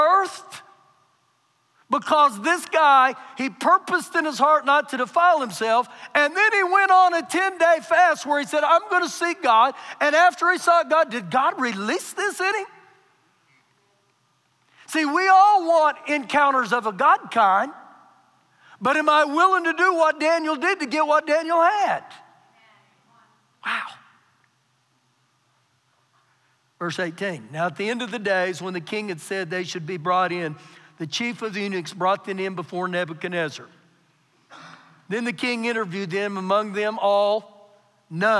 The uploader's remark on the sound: Recorded live during our Sunday morning service